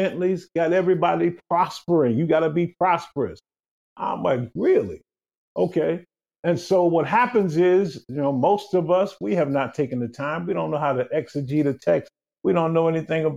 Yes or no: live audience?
no